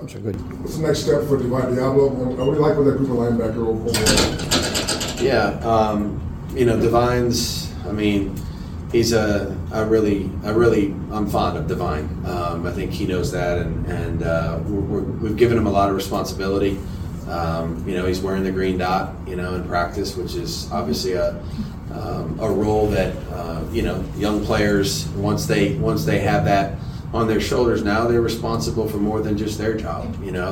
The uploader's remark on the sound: Full Press Conference. Take a listen to the entire press conference courtesy of Las Vegas Raiders Insider.